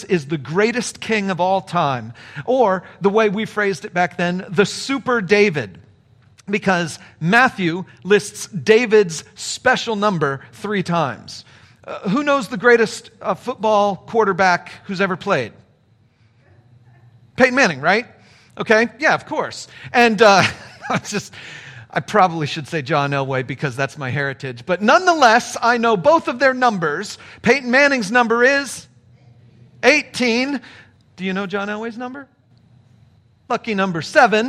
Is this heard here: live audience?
yes